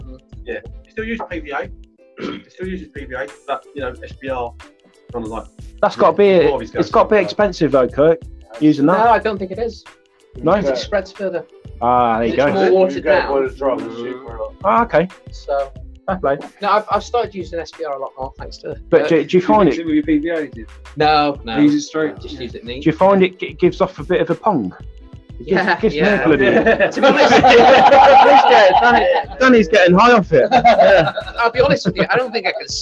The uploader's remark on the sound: Streamed live from the Amber Rose pub in Edinburgh. Apologies the audio is not great guys wifi signal weak.